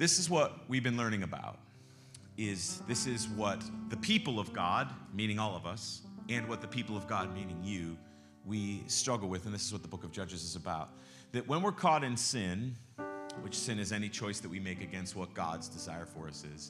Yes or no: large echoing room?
yes